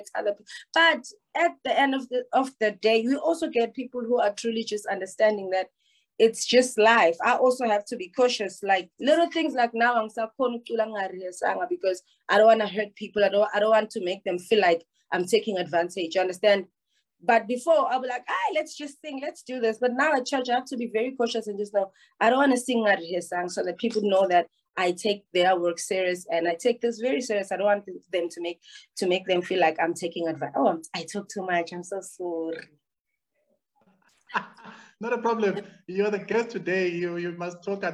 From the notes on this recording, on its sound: The series is webcast via Zoom